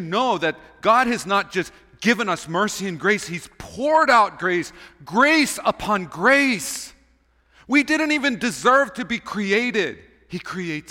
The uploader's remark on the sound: Recorded on November 19, 2023 at Waialae Baptist Church